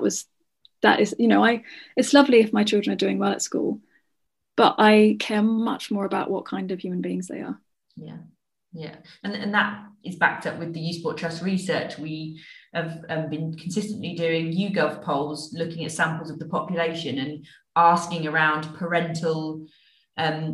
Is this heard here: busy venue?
no